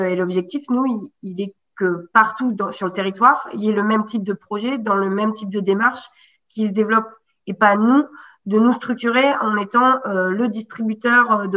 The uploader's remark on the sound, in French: 6 novembre 2020 en visio